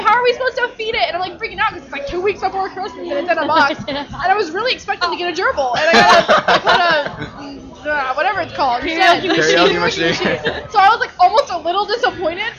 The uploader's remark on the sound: Live from the Microsoft Store in Scottsdale Fashion Square